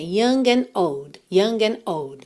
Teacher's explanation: Elas não falam and old, ligando no N, mas elas dão uma pausinha.